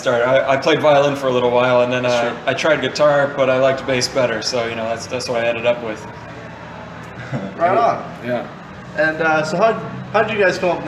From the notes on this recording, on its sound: This interview was impromptu without any prepared notes or questions recorded at the Five Star Dive Bar in lovely Elkhart, IN.